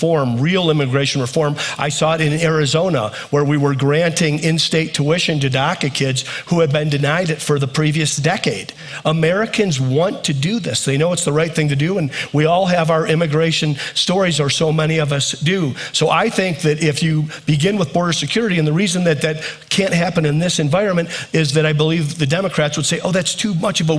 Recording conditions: busy venue